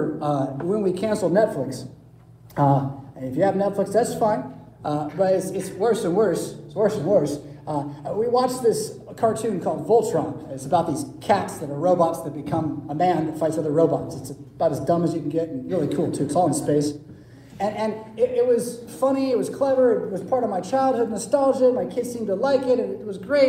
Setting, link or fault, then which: setting, large echoing room